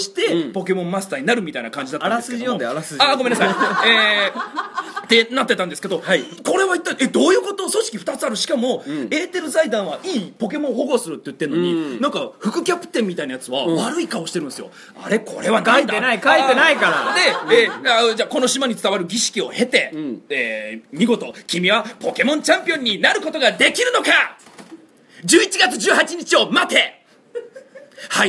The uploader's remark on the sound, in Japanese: 第4回公開収録後編。